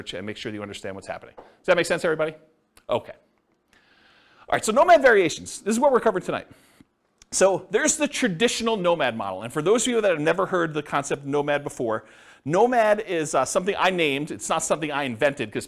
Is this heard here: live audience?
yes